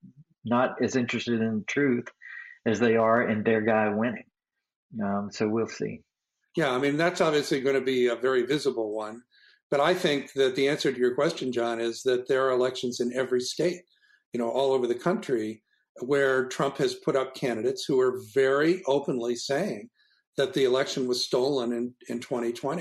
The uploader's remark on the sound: This program was recorded via video conference on January 12th, 2021 by the Commonwealth Club of California.